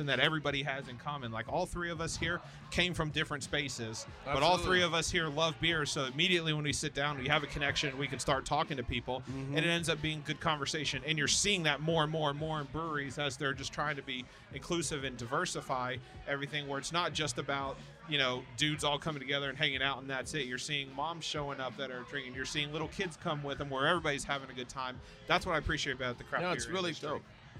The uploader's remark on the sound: Recording Session at Inner Voice Brewing - Atlanta, GA.